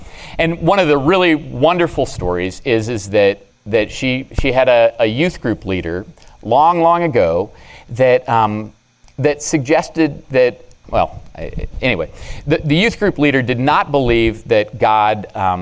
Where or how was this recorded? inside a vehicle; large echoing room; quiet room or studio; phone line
large echoing room